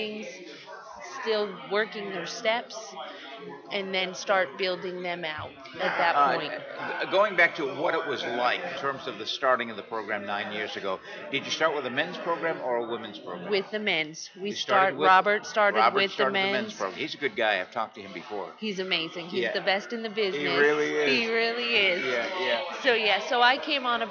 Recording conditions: busy venue